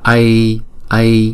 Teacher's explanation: Chữ A và chữ Y ngắn là một nguyên âm, trong tiếng Phạn là một nguyên âm, đọc là A A, đọc hai nhịp